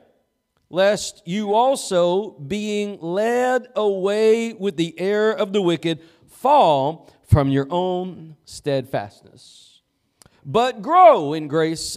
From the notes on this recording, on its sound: Preached at Gospel Lighthouse in Bossier City, La.